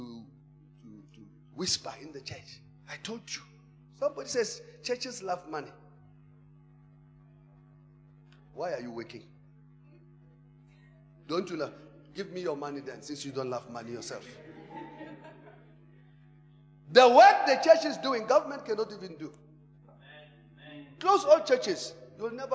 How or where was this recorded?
large echoing room